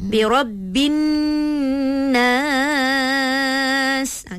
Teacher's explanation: bila alif lam syamsiah, dia mesti akan ada dengung dekat situ sikit.